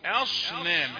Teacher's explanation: صاد مفخمه بين الهمزه والنون مرققات